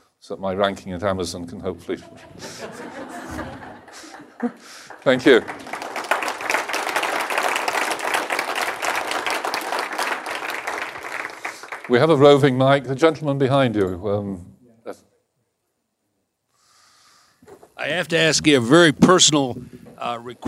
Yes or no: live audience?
yes